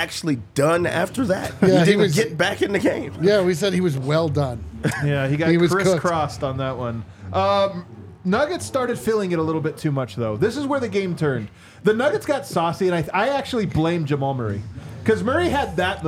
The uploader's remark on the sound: LIVE from thew DNVR Bar